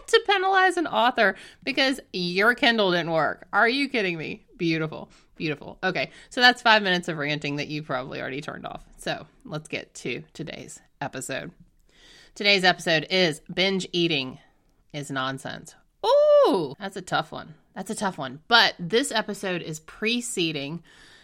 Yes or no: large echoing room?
no